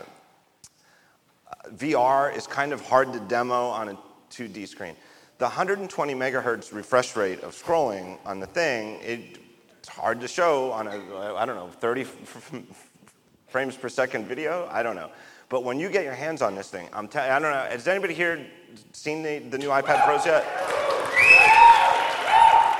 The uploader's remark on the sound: Live From WWDC 2017. Recorded in front of a live audience at The California Theatre in San Jose.